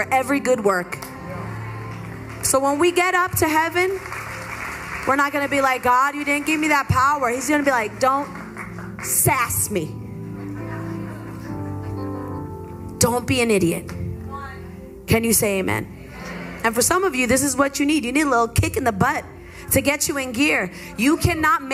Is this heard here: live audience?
yes